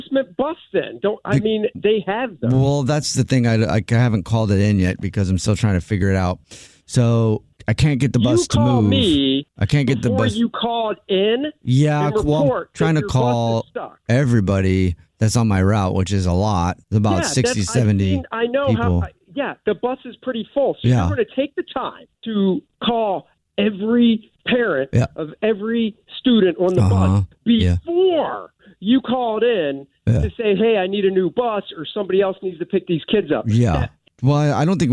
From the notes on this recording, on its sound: This Phone Prank.